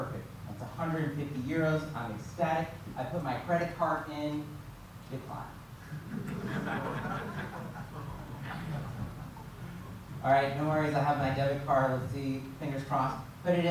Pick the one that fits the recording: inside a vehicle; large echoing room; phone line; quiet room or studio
large echoing room